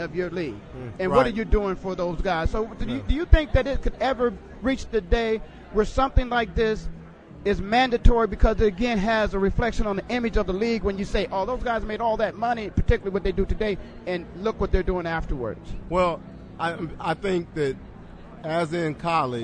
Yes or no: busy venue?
yes